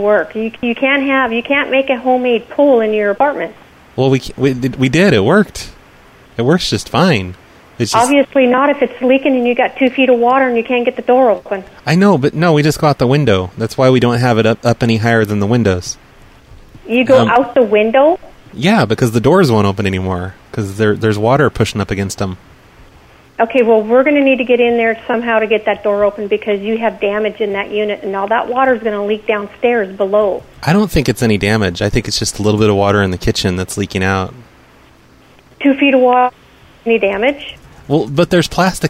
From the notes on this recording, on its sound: …'s Personal Prank Phone Calls Collection.